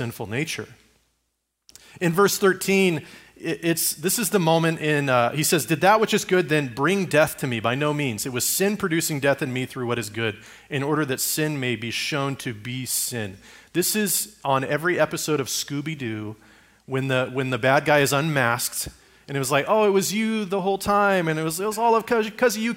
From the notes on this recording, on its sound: Message recorded at Liferoads Church in Spokane, Washington, on August 6, 2023.